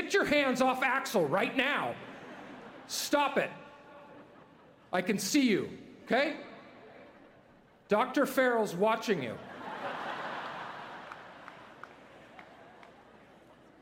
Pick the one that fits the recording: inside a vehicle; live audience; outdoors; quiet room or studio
live audience